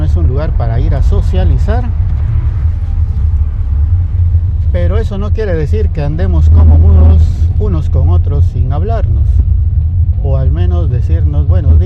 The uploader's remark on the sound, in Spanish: Grabado en la calle y con el paisaje sonoro de una de las ciudades más desordenadas de Guatemala.